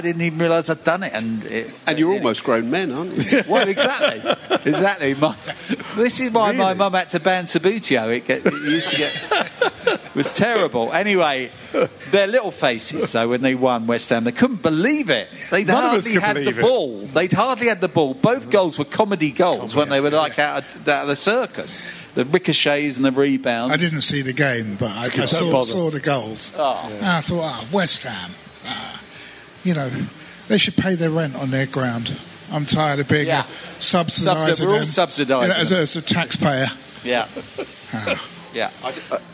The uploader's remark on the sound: At the Xmas Live Show.